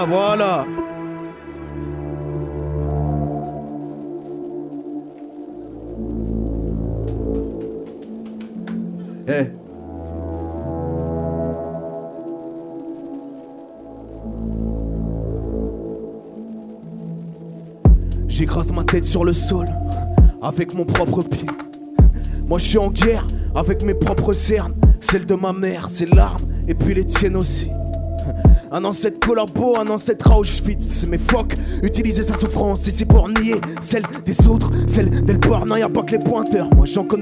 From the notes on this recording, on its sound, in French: Emission de radio en salle de concert à La Lune des Pirates avec des concerts live. En partenariat avec Radio Campus Amiens 87.7 FM.